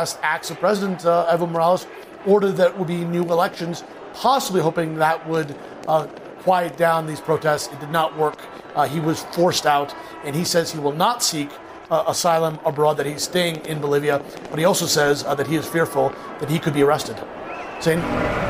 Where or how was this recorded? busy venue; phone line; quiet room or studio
busy venue